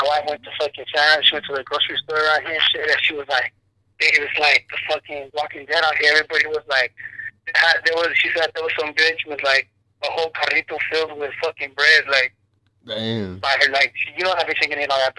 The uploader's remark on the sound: Joins me (via ghetto rig speaker phone).